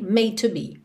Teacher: o E final não é pronunciado, você já vai juntar o D do made no T do to.